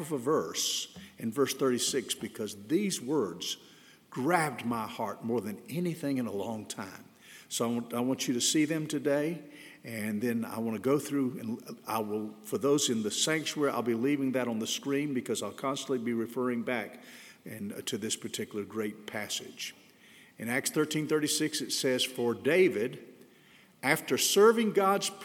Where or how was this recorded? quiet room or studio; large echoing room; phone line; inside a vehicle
large echoing room